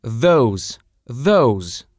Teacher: звук под буквой О читается как Оу, а не как О, хотя он тоже довольно короткий при произношении